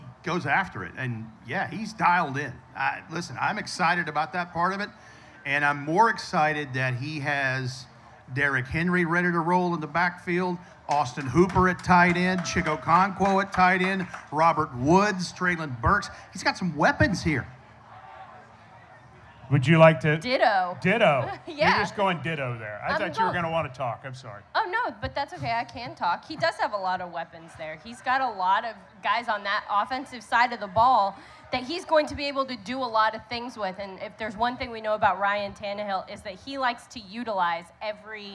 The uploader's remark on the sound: LIVE at Memphis for 901 Day.